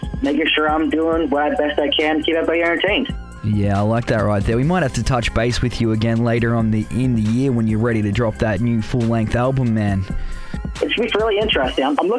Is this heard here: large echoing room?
no